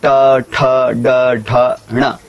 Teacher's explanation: इन सभी में जिह्वा का जो अग्रभाग ऊपर की ओर उसकी गति होती है